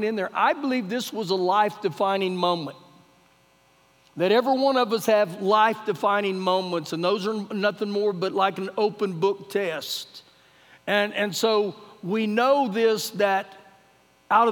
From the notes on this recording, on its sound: Recorded live during our Wednesday night service